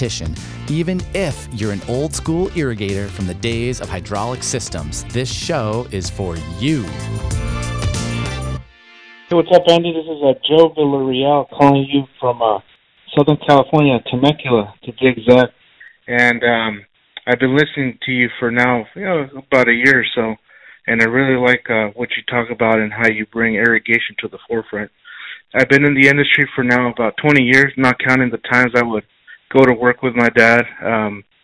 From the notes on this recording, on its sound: a live message from the Sprinkler Nerd Hotline